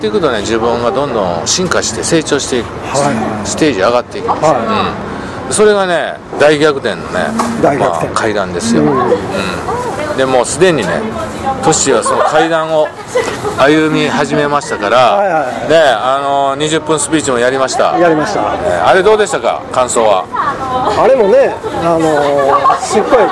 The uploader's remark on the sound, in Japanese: 今回は岡山駅前のイオンのスタバにて。